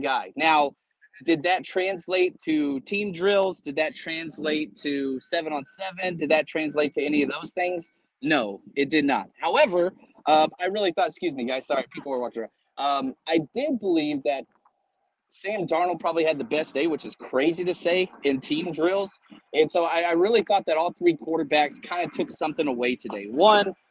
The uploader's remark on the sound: Live from Levi’s